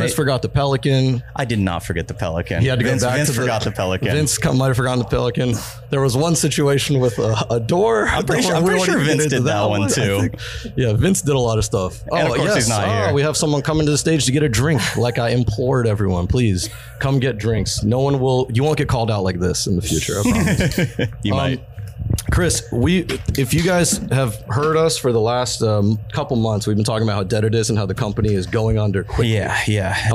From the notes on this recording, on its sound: LIVE at Wandering Barman!